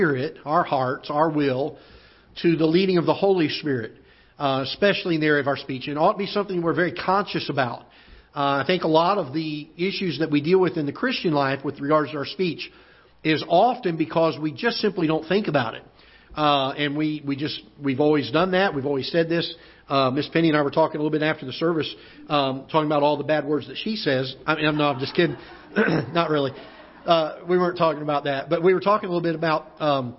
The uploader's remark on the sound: Ketha Heights Baptist Church ~ Live Broadcast